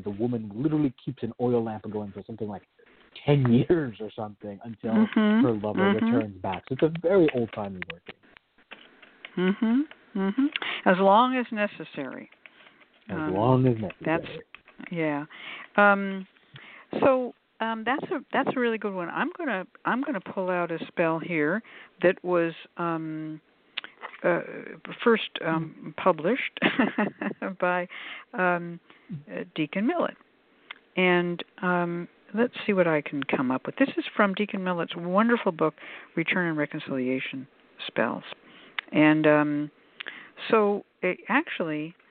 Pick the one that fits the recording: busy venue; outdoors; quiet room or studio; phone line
phone line